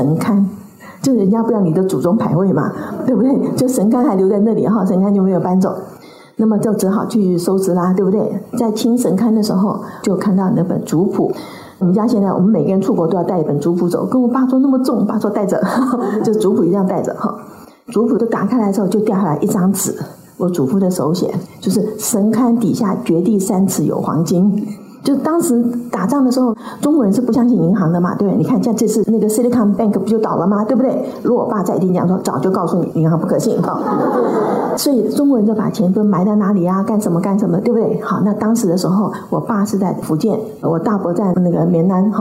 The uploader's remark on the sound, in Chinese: 本集內容取自天下文化主辦的《如何跟上變化多端的世界》新書分享會現場錄音。